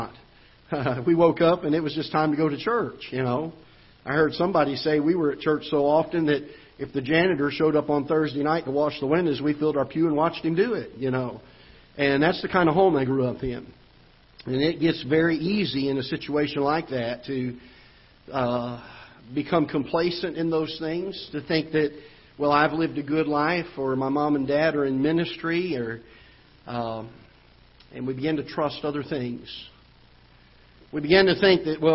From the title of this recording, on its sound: Ketha Heights Baptist Church ~ Live Broadcast